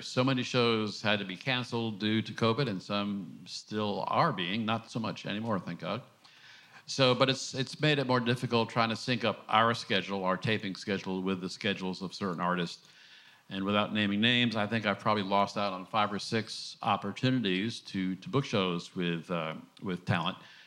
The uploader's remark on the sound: This conversation was recorded at ATX TV Festival Season 12 (June 1-4, 2023) in Austin, TX.